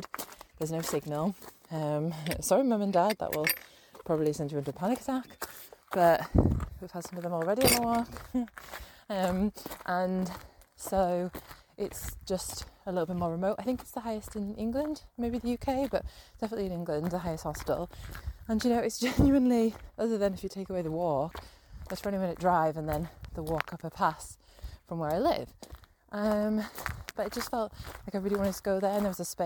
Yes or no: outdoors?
yes